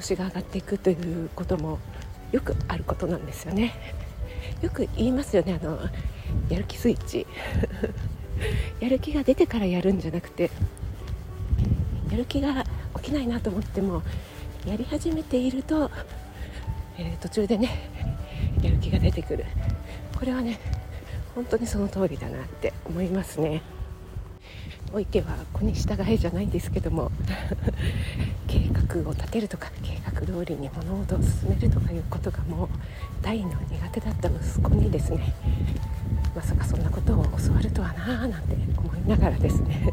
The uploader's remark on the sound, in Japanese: 外収録のため風の音が入ってます